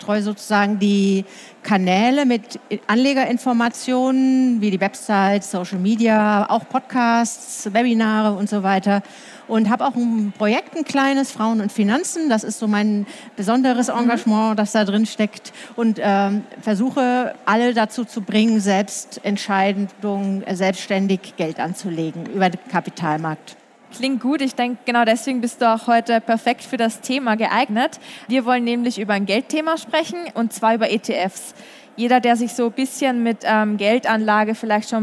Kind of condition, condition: setting, busy venue